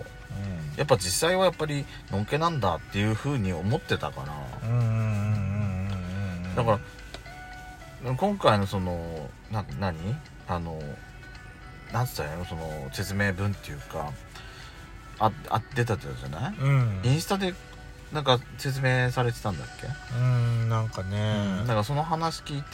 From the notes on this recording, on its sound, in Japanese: パーキング収録